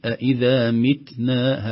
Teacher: التاء هنا حرف مهموس يخرج هواء يسير بقدره من مخرج التاء، لا يزيد يصبح متنا هكذا، ولا تقلق التاء متنا حتى لا تشتبه بحروف القلقلة بسبب شدتها، بل يخرج همس يسير أئذا متنا هكذا متنا.